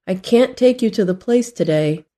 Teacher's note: But in the negative phrase, can't take, the word can't uses the true a vowel sound. In can't, the vowel sound is never reduced.